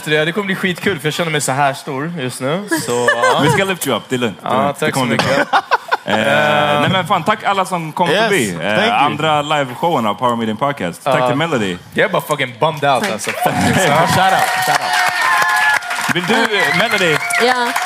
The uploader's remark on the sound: LIVE! The Power Meeting Podcast levererar live igen! Tack till Kulturhuset.